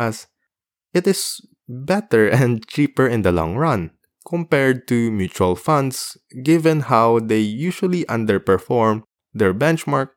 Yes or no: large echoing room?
no